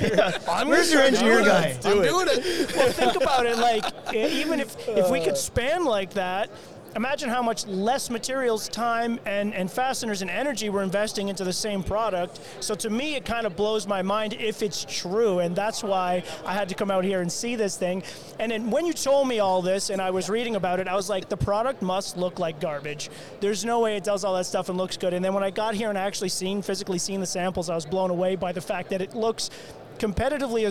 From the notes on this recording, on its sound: Shot a LIVE episode from the Owens Corning booth.